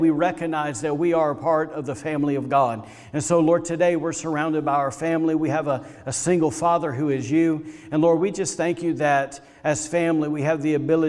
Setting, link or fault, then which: setting, large echoing room